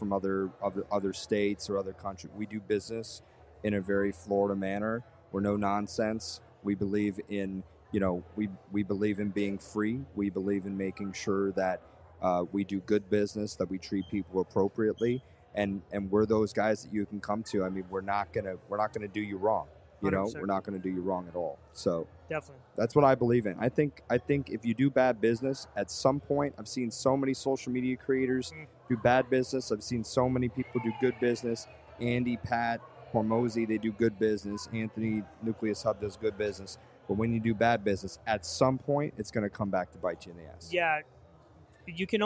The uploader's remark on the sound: Recorded during a special event during Art Basel Miami, we come to you from The Museum of Grafitti. In a special collaboration with Nucleus hub.